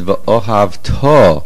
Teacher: putting the stress on the ta ending, because then it means you shall love Hashem.